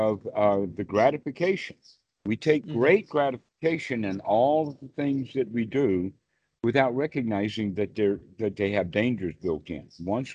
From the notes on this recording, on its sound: skype calls on this channel